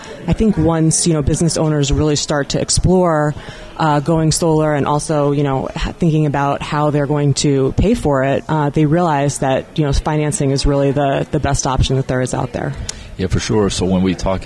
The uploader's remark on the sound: Another episode from the RE+ Conference in Las Vegas.